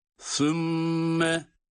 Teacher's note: Sümme, evet, sa peltek değil mi? Sümme, mim şeddeli olduğu için tutuyoruz